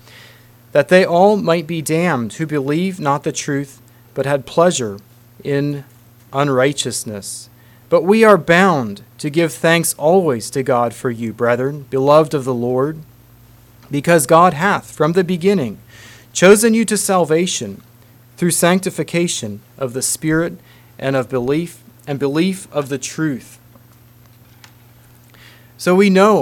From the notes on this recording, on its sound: Message preached at Word Of Hope.